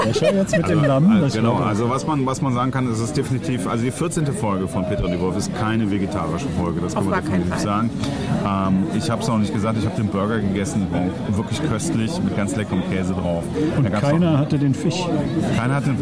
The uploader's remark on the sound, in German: On the road mit Gewinnertypen. Live und in Farbe in Köln-Kalk unterwegs.